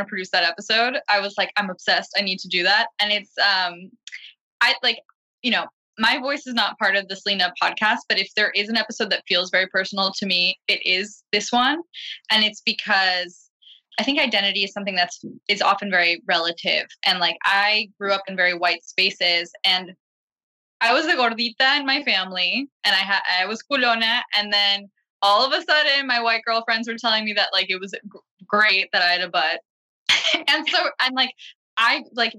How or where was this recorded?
video call